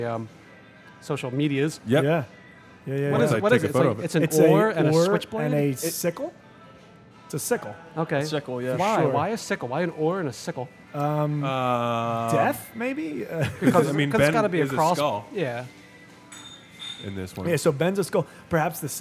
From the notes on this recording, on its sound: Welcome to the first remote book.record.beer cast. Indulge in a local brew supplied by our recording hosts! Much thanks goes out to "The Foodery," our local Manayunk suds shop on Ridge Ave, where this episode was recorded.